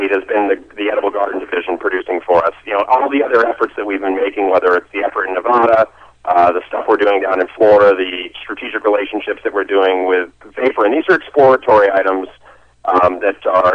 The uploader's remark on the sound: called in to SmallCapVoice.